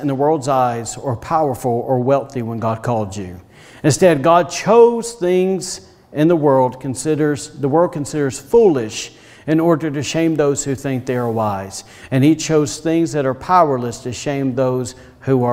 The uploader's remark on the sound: was recorded on Sunday, March 21st, 2021, during service at The Anchor Church in Rockport, Maine